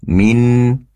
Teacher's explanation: Min anfusihim, ada idhar halki lagi, nun sukun bertemu dengan hamzah. Pastikan nunnya diperjelas, nun sukunnya. Min, kemudian hamzah keluar dari tenggorokan paling bawah.